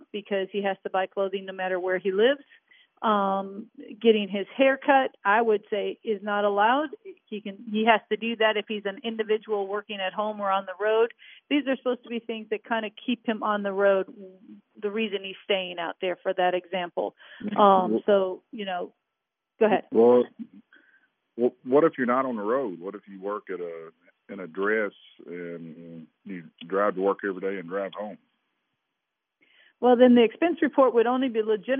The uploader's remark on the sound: Taking phone calls from listeners. Now live from America's Music City, ladies, and gentlemen!